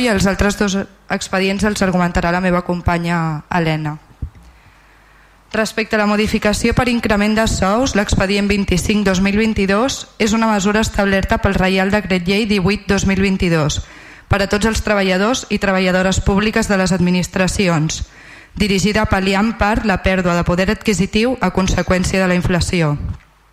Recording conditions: large echoing room